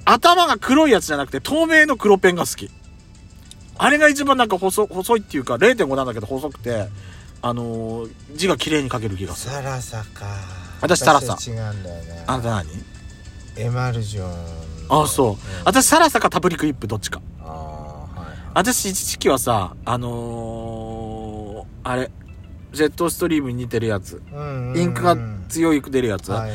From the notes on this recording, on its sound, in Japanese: 2人組。パーキング収録。